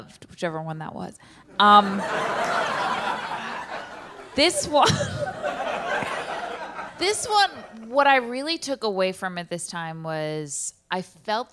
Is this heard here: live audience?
yes